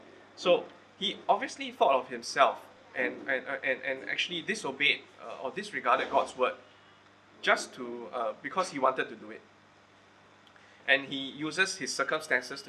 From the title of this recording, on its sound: Recorded Live/Sermon